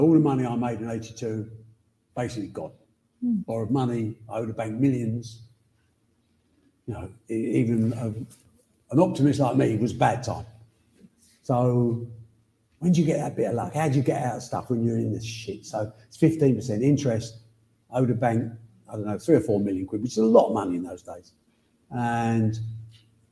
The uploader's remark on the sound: this live Q&A episode